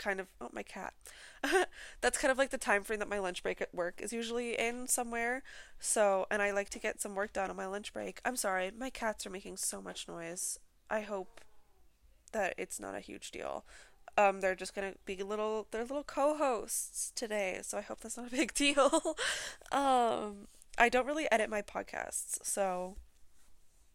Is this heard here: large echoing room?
no